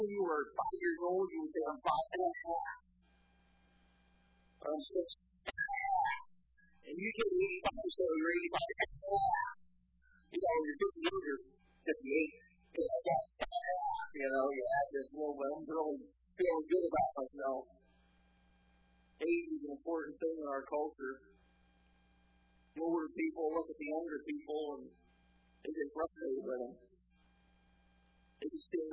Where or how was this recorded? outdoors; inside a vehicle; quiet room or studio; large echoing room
large echoing room